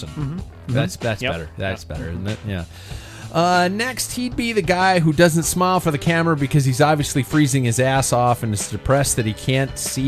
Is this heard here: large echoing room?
no